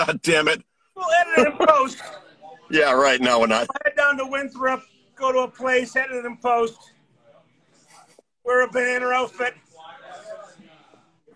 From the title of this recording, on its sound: LIVE from Channel Marker Brewing